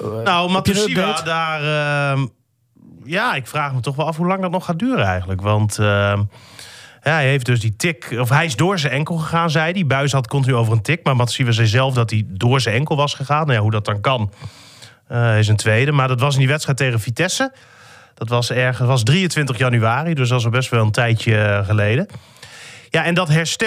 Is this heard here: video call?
no